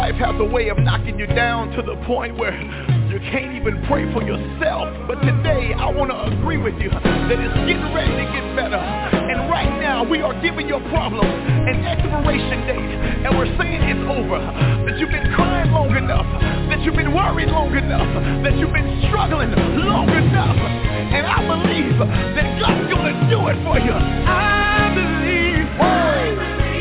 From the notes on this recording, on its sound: TNTSuperfantastic Conference Call